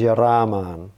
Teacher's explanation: it should be a double A, a long ah sound